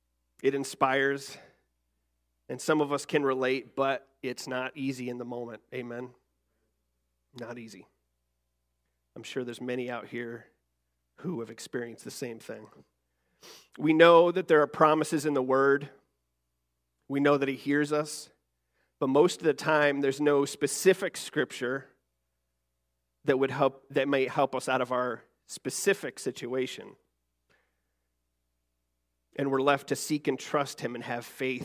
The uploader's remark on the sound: Recorded December 3rd, 2023, our monthly Youth-led service.